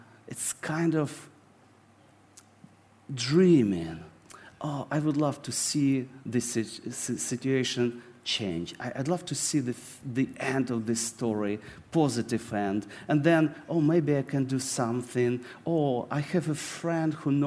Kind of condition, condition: setting, large echoing room